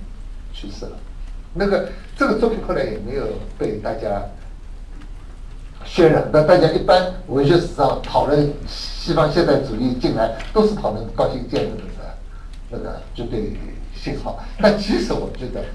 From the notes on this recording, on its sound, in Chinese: “复兴论坛”是由复旦大学、中国科技大学、同济大学、兴全基金合作的高端学术文化论坛。本音频是由“复兴论坛”系列讲座录音整理而成。